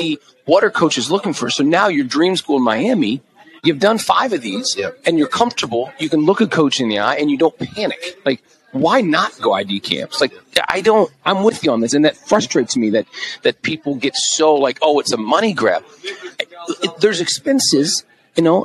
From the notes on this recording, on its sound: Live on Podcast Row at the United Soccer Coaches Convention in Kansas City, 2022.